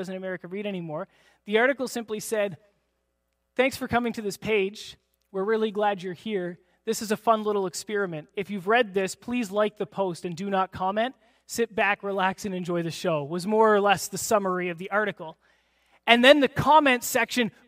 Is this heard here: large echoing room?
yes